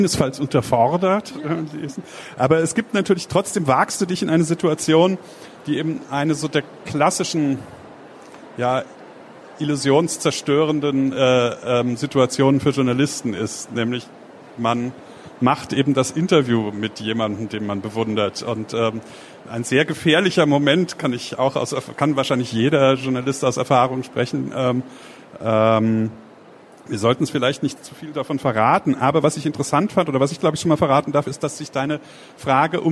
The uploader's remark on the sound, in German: Der Talk wurde im Rahmen der Veranstaltungsreihe "SPIEGEL Live" im Oktober 2019 auf der Frankfurter Buchmesse aufgezeichnet.